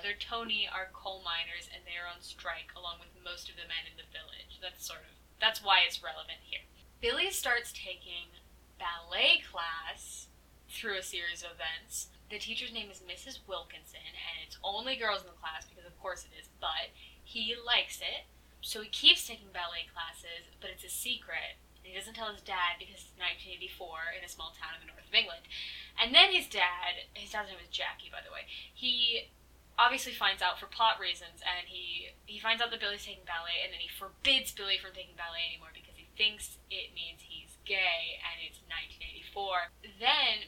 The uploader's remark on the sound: my mic was making an absolute scene so sorry about the popping noises.